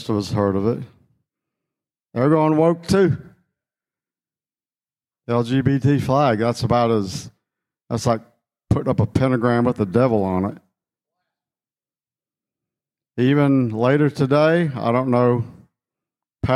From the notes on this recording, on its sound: Session #2 of the Skyfall 2023 Conference.